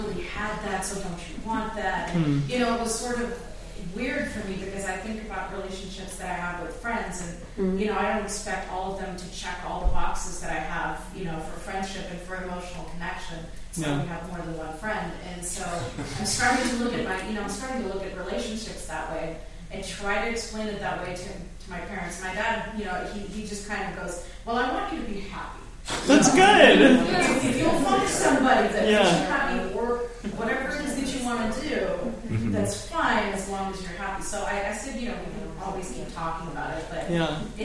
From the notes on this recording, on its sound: In this very special live show